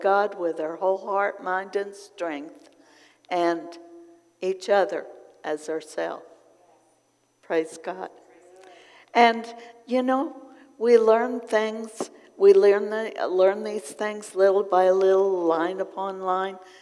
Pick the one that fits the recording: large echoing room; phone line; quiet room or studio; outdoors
large echoing room